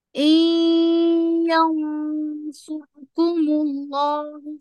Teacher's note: نون مع ياء إدغام ناقص